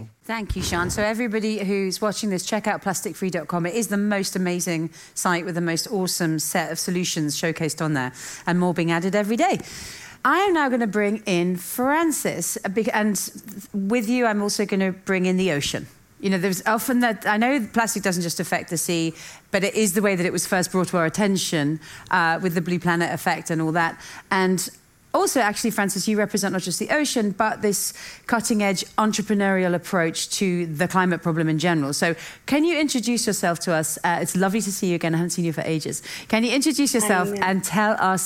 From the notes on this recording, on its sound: LIVE from Stockholm Climate Week. In a bonus live episode recorded at Stockholm Climate Week.